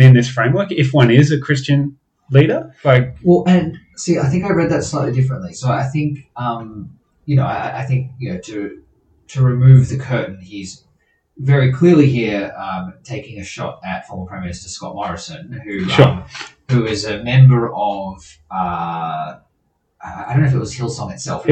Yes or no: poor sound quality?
yes